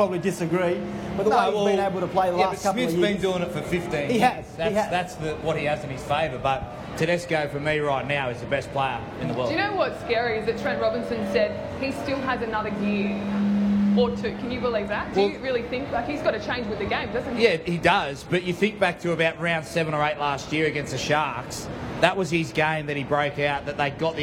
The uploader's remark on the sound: Grand final special live from Fan Fest. Inside The NRL is live at Fan Fest in Martin Place.